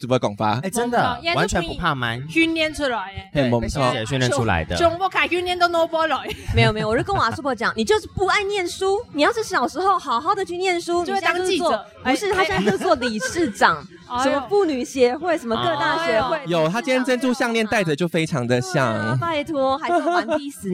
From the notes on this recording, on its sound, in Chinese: 首次參加 客聲獎 ！既然都來到現場就不能錯過訪問入圍者的好機會！本集節目來到頒獎典禮現場，要把典禮現場最直接的氛圍帶給大家！外場收音器材協力：韁河媒體。